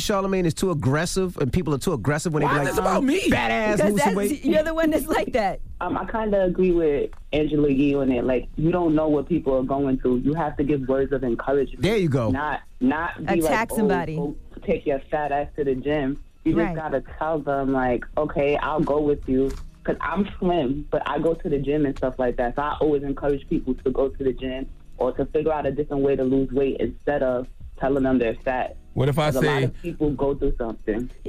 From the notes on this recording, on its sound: So we opened up the phone lines to see what our listeners had to say